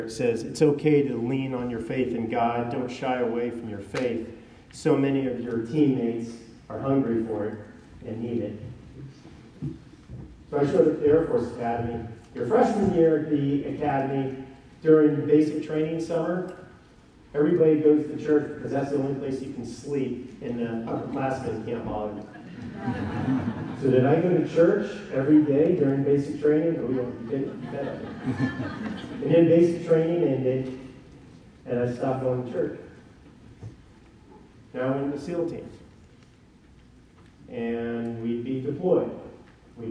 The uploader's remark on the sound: Given at NCYC, Indianapolis,